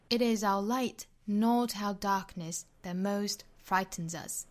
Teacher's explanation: 我们为了强调这种鲜明的对比感，把 not 做重读。